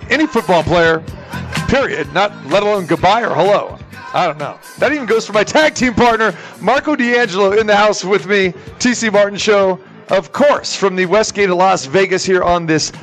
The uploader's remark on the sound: Live from the Super Book at the Westgate Las Vegas